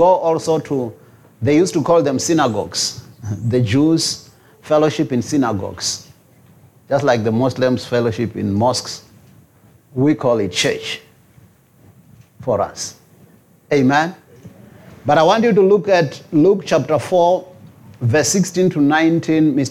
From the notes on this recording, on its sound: preached at Jesus the Saviour Church, 185 Bobs Way, Eersterivier, Cape Town